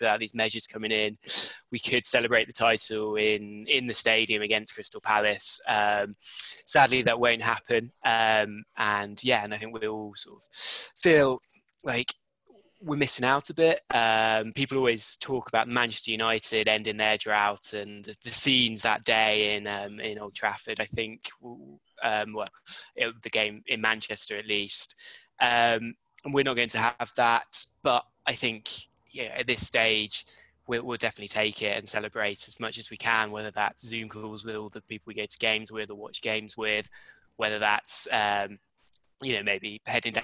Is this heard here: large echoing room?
no